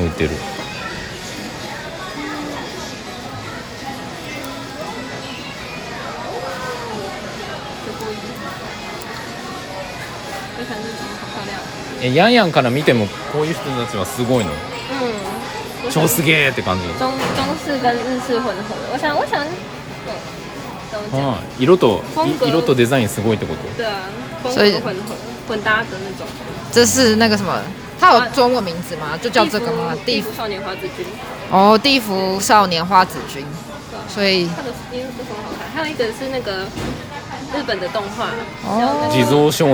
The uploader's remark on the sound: 屋外実況 台湾アニメイト店！台湾西門町のアニメイト店で実況してみた！ We tried live stream at the Animate store in Ximending, Taiwan.